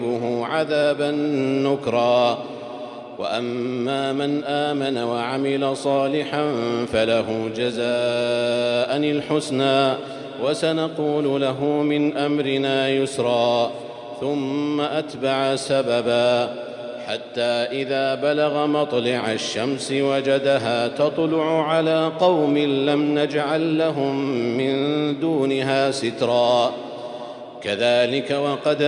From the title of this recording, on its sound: 21st Ramadan 2020 Taraweeh Prayer in Masjid Al Haram, Makkah, Saudi Arabia